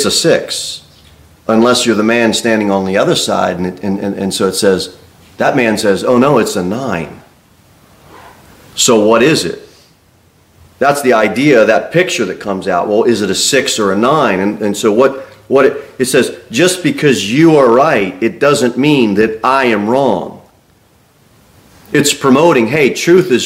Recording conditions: large echoing room